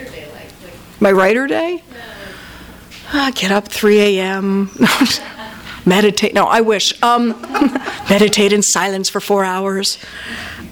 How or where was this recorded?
live audience